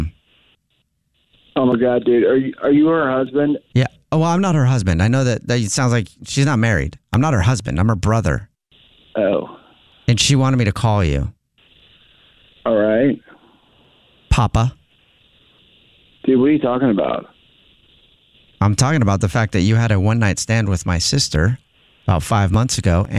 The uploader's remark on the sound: Phone Prank